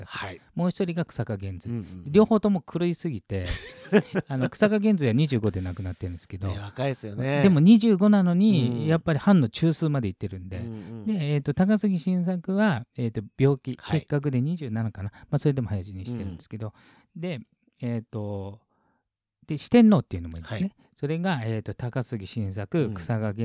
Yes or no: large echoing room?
no